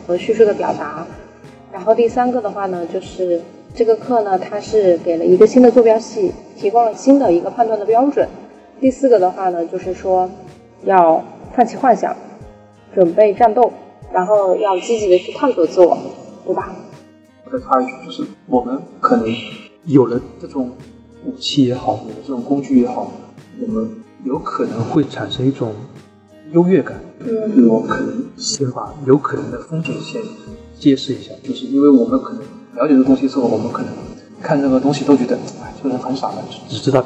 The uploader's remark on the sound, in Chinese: 这期节目因为是6月青训营课程结束后，直接在大课场地录制，因为会场过大导致收音效果不好。我们试图找了专业的外包工作室进行修音，也尝试通过AI翻译转文字。